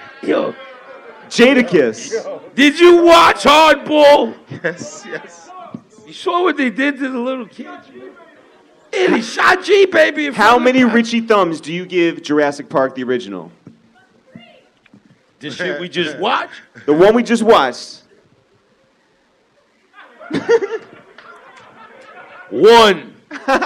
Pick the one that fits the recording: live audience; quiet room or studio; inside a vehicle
live audience